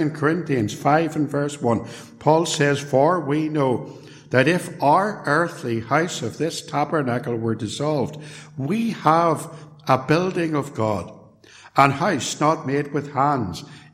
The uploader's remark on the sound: A sermon preached at Templepatrick Reformed Church, on Lord's Day evening.